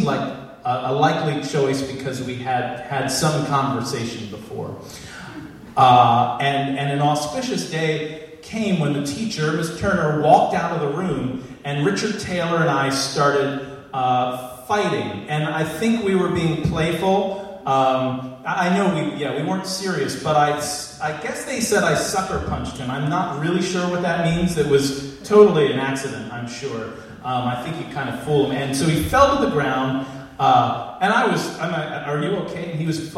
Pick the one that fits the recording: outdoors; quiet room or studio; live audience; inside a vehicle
live audience